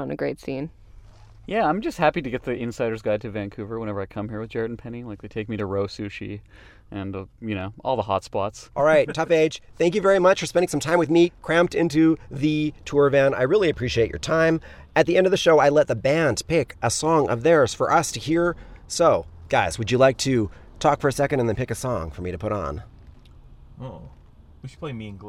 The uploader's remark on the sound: I hung out with the band in the van right before the last show of a west coast tour in their old hometown Vancouver.